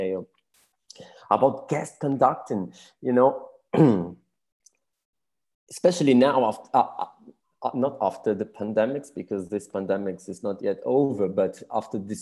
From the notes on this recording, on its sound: This interview was recorded on 2nd June 2022 via Zoom.